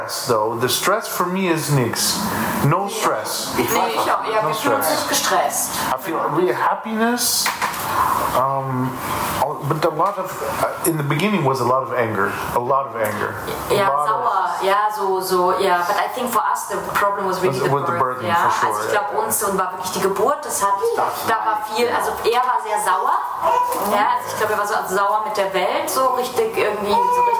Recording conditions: poor microphone